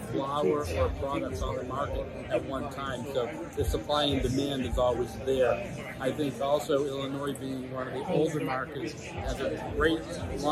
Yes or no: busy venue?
yes